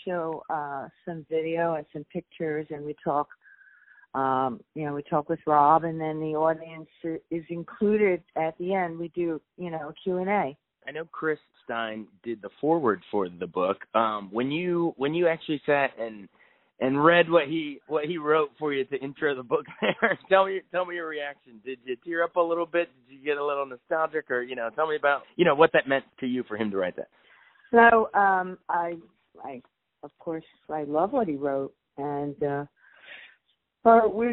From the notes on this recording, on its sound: called